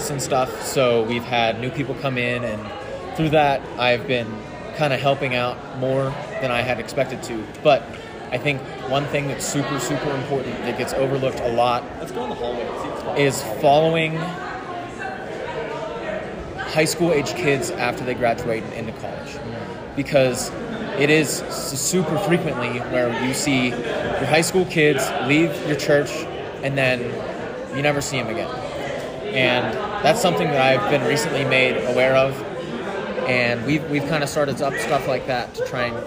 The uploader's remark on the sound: Mid-week at FLY 2023